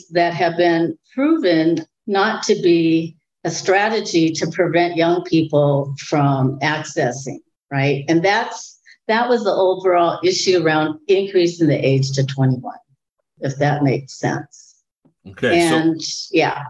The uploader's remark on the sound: This episode was recorded August 24, 2022 before a live-virtual audience